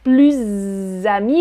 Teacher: Nous ne sommes plus amis ou nous ne sommes plus amis plus amis, je fais la liaison avec la voyelle qui suit.